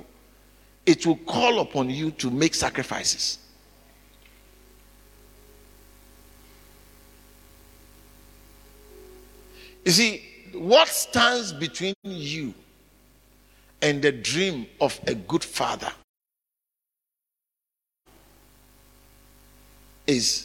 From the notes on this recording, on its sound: Preached at the Living Waters Cathedral.